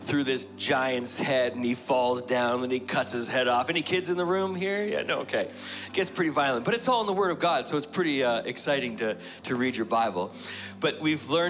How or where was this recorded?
large echoing room